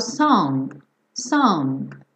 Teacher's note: às vezes você ouve um restinho desse G